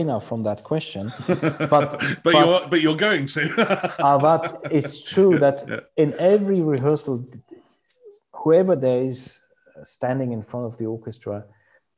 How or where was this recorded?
video call